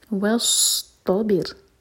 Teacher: وصطبر، صاد heavy, وص، اس کو وس نہیں کہنا، سین نہیں ہے، سود ہے. وس تو بیر، تو ہیوی، اس کے بعد را ساکن لائٹ کیونکہ اس سے پہلے ہے کسرہ.